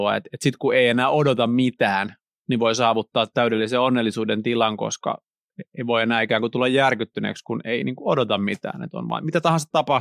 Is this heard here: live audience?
no